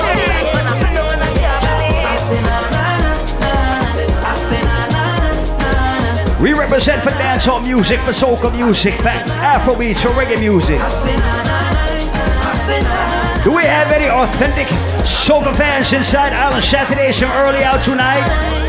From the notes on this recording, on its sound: Live audio recording of my set at island saturdays on december 3rd.